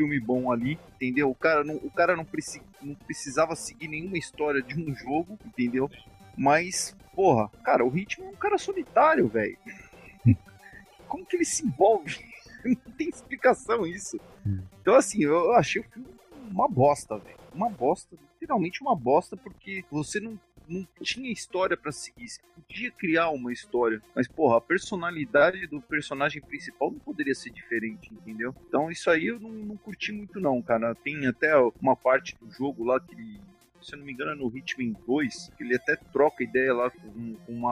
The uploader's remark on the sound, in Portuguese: Gravação direto no HANGOUT.